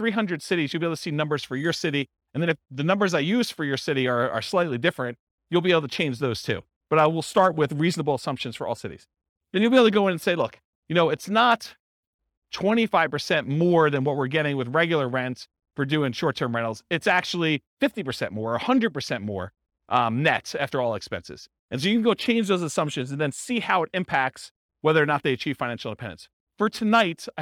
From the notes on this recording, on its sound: This was a live class recorded